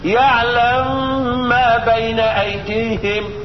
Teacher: سكنت الميم وبعدين ادغمتها في الميم المتحركه اللي بعدها · Term: ادغام